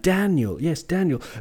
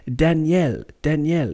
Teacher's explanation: we call people Daniel, with a stress on the first Dan · Shown in: first take